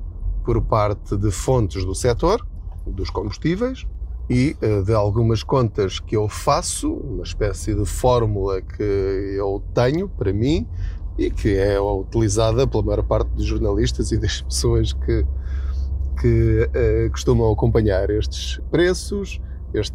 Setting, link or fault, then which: setting, inside a vehicle